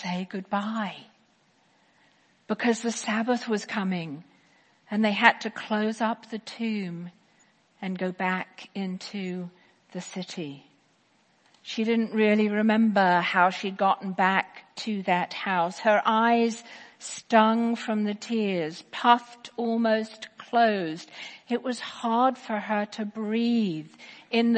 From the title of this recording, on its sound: Easter 10AM Service 2018